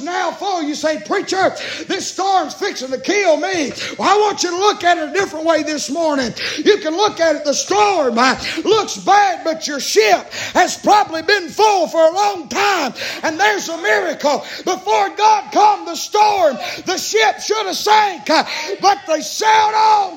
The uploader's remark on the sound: Preaching live from Still Water Baptist Church.